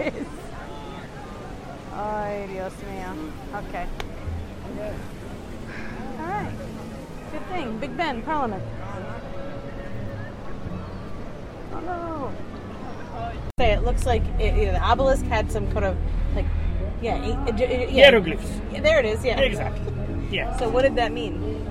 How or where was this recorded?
inside a vehicle